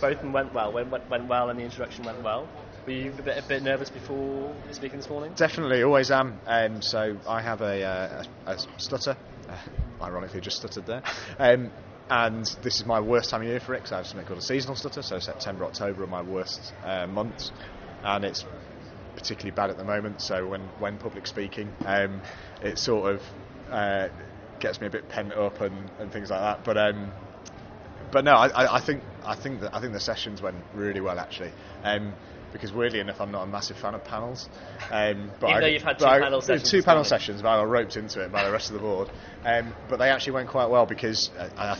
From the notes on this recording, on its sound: Inside the NextGen conference 2019. Does the rounds at the NextGen Planners Conference in Manchester.